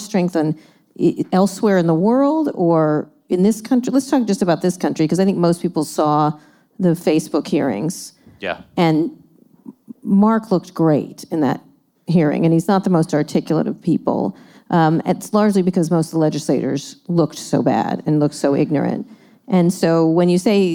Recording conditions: live audience